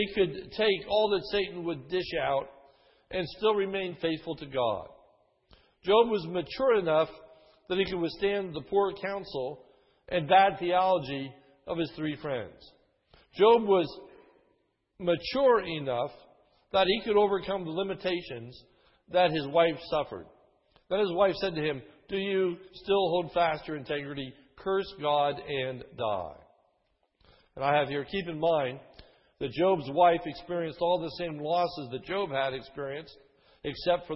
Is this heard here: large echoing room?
yes